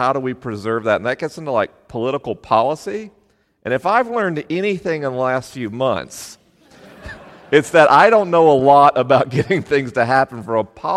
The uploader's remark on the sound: LIVE in Chapel Hill, NC. This episode was recorded in Chapel Hill, NC with a live audience.